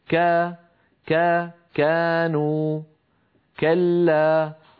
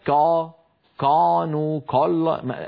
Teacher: انظروا إلى نطق الكاف الذي ترون الصورة على يسار اللوحة، انظروا كيف أن لسان المزمار بعيد عن الجدار الخلفي للحلق، لسان المزمار بعيد عن الجدار الخلفي للحلق، أي أنه لم يحدث تضيق في الحلق، ثم لاحظوا كيف أن صوت الكافي يخرج منحدرا إلى خارج الفم · Shown in: first take · Term: الترقيق